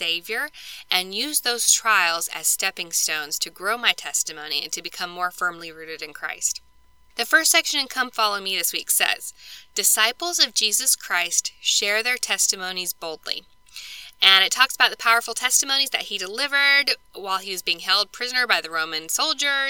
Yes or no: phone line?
no